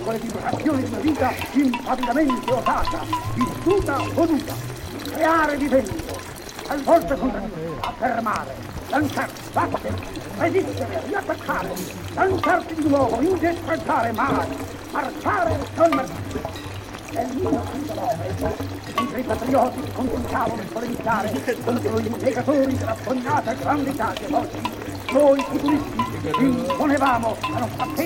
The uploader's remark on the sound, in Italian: Un altro viaggio nel materiale sonoro di TR 23 ad Alto ma non solo, sentirete frammenti di discussioni durante Documenta 15 a Karlsruhe, pensieri inanellati dal vivo, un ricordo della performance sulla piazza di Alto riusando le voci dei bambini e dei presenti che avevo usato per farne la colonna sonora.